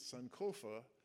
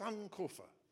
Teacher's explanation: it's Sankofa, emphasis on the first syllable · Shown in: second take